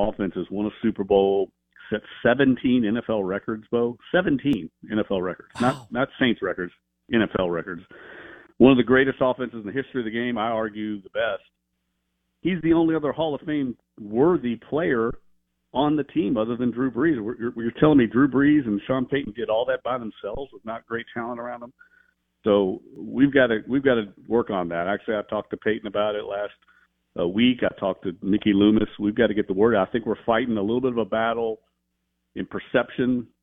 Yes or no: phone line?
yes